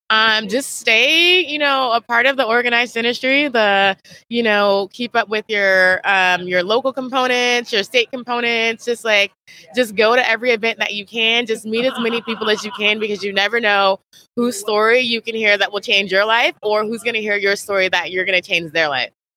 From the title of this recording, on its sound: LIVE from Smilecon